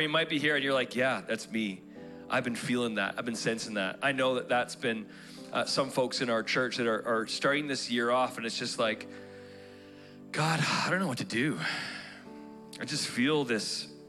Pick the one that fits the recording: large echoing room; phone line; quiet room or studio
large echoing room